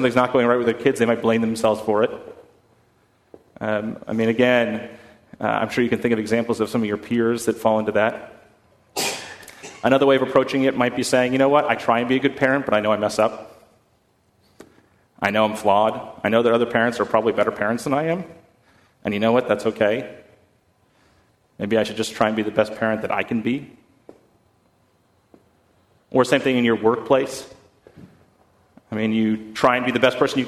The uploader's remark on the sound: at First Congregational Church of Houston